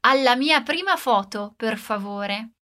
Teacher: dando aquela alongadinha no som de alla